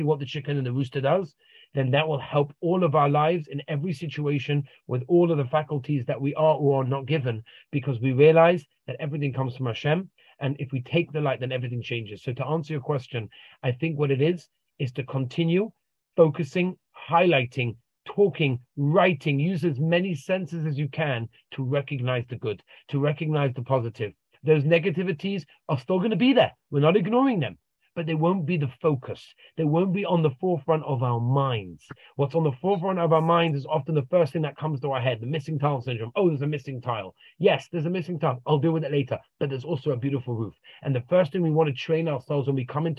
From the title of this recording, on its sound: Zoom Interview